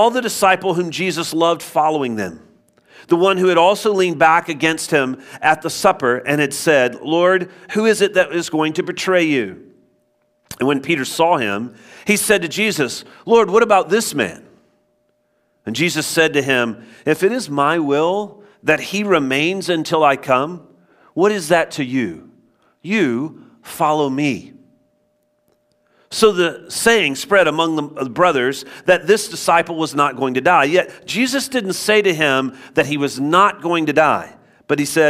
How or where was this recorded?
large echoing room